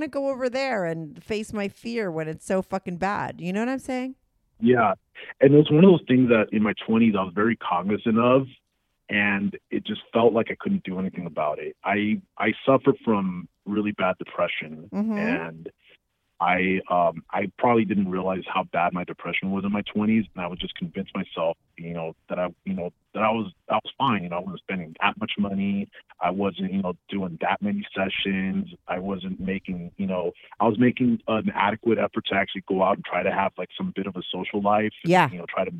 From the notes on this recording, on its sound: called in to talk all about it